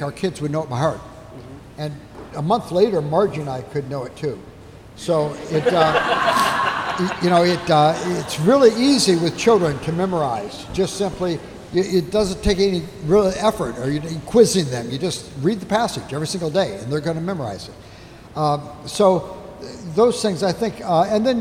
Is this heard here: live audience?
yes